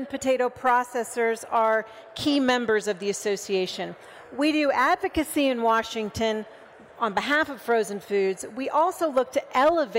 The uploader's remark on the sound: During Potato Expo 2023. Came together for a live podcast recording.